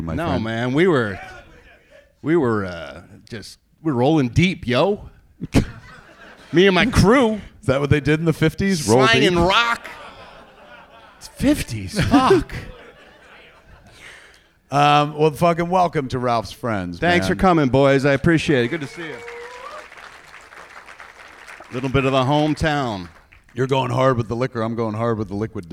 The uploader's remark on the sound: perform live at SMODCASTLE CINEMAS in Atlantic Highlands, NJ